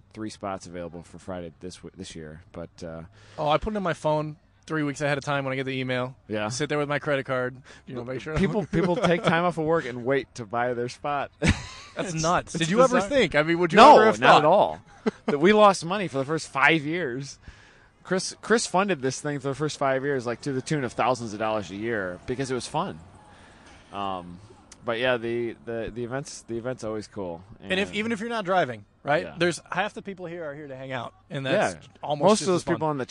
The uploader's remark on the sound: Live From Honda Meet.